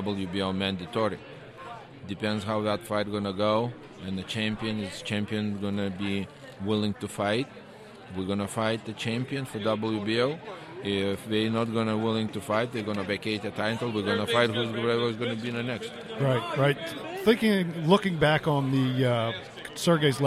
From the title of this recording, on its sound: Live from Canelo vs. Kovalev